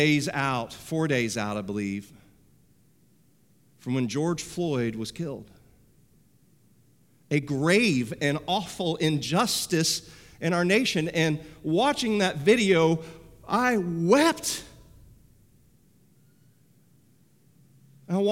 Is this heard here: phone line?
no